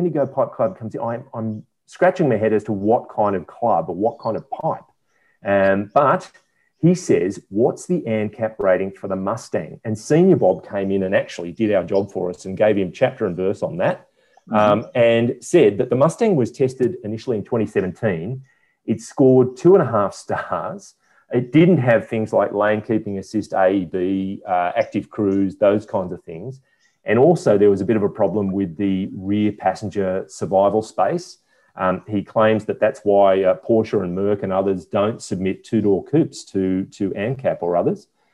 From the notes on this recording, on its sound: gather in cyberspace